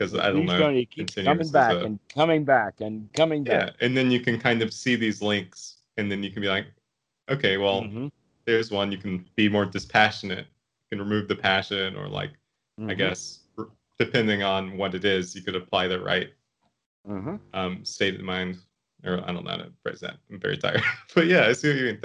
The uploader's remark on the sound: the date the call was recorded